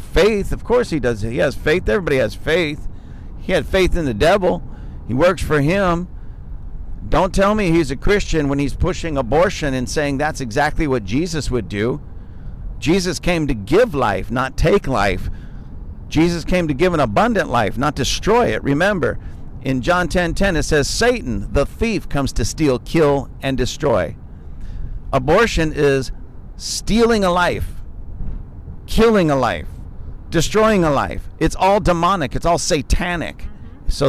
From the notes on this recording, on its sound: This is a conversation we had in the car coming home from a short vacation.